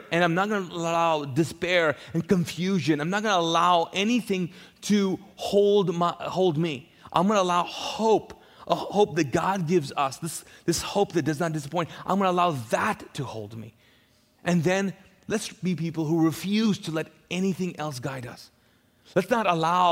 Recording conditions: large echoing room